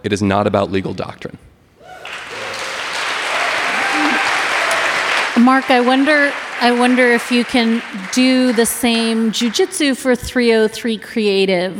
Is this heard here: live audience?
yes